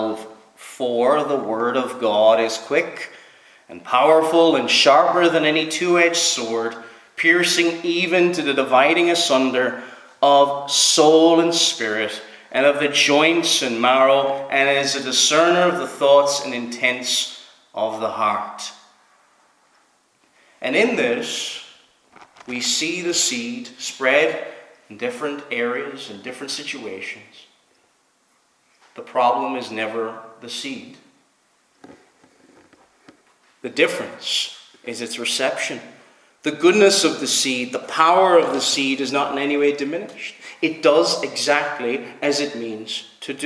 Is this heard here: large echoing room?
yes